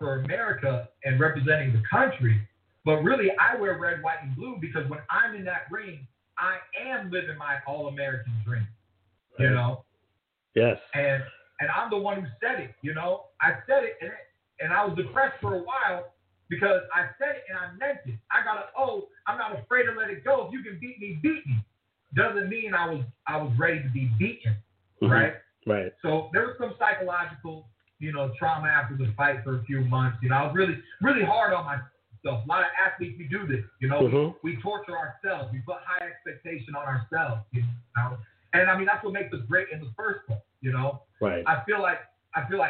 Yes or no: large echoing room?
no